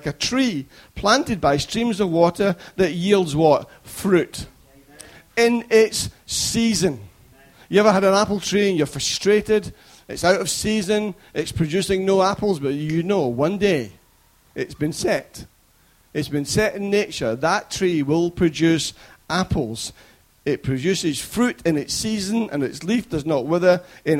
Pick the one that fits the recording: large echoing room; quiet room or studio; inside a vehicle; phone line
large echoing room